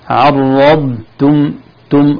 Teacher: في نهاية الضاد ننزل باللسان ثم طرف اللسان فقط هو الذي ينطق التاء